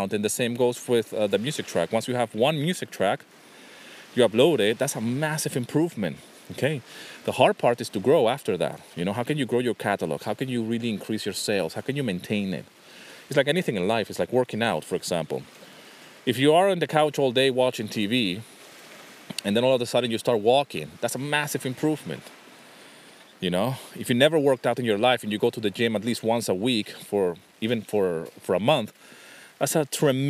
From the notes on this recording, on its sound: This episode was recorded on a rainy winter day by the beach in Nafplio, Greece.